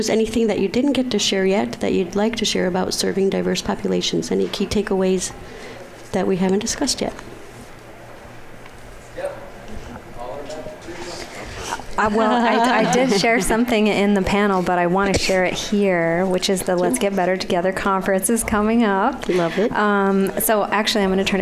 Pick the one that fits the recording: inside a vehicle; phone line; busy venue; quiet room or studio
busy venue